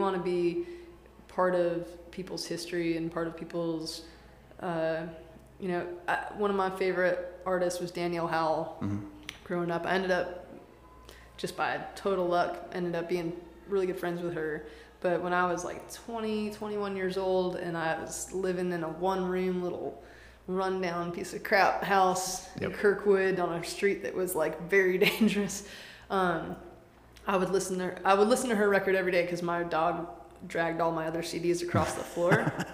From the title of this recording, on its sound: live from the Oakhouse in Canton Ga